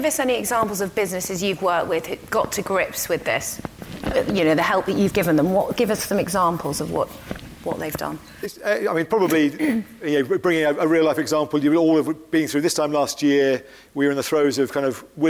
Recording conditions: live audience